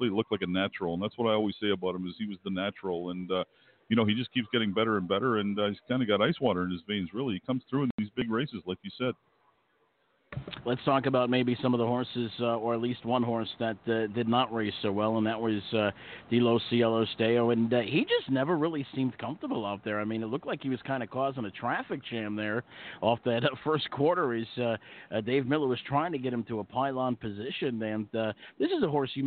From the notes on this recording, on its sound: 2019 Pepsi North America Cup. Live interviews from the paddock, handicapping analysis, and winner’s circle reactions as the night goes.